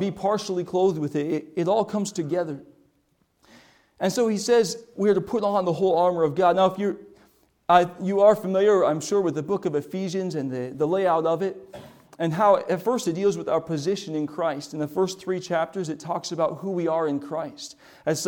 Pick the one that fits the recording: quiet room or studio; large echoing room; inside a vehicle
large echoing room